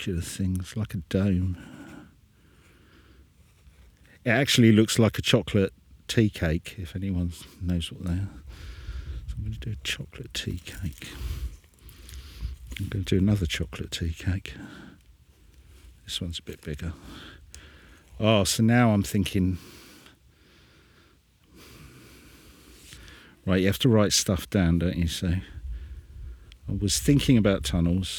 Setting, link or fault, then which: setting, outdoors